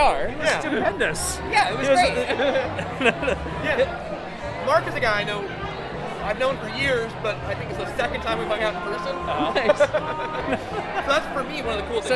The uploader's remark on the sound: We’re still hanging out backstage at the 2022 Moisture Festival chatting with the performers and people that make the festival happen!